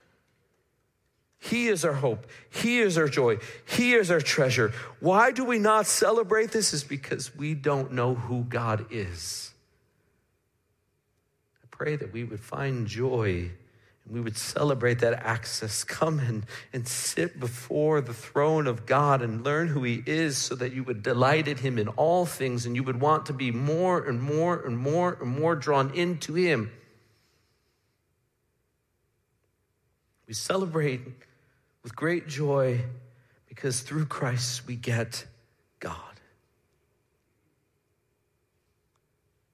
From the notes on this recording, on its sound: Midland Evangelical Free Church Sermon Audio